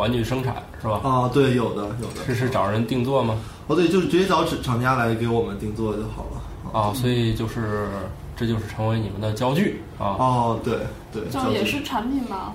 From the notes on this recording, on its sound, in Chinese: 本期节目为在张大妈办公区用录音笔录制，可能有街道上的杂音，请见谅。